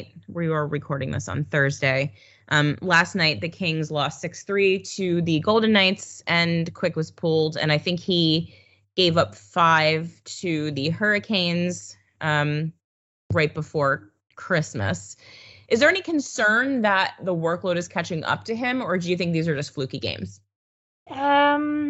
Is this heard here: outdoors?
no